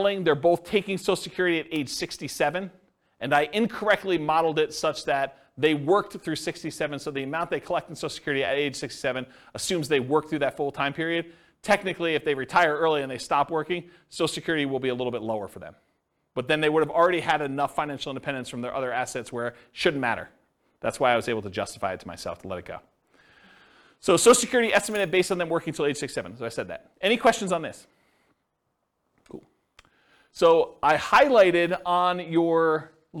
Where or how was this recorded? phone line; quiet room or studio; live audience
live audience